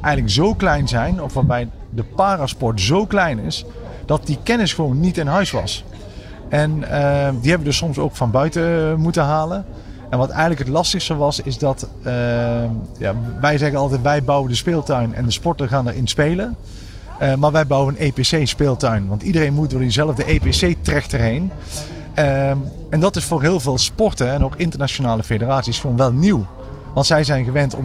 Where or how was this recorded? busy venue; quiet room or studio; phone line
busy venue